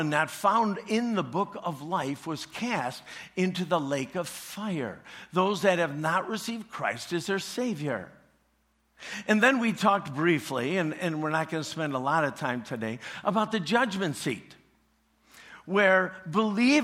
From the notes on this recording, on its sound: preached this message at CrossPoint Church